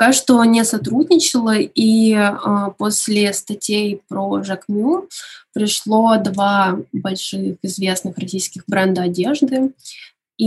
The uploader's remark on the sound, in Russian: Мы записывали этот выпуск удаленно, по zoom, поэтому, качество звука может отличаться от обычных выпусков.